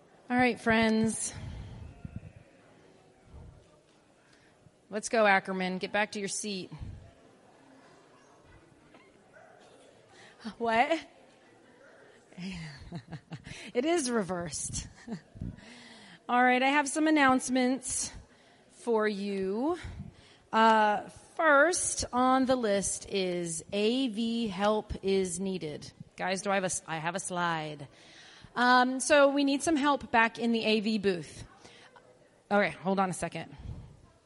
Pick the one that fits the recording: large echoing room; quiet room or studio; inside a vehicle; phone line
large echoing room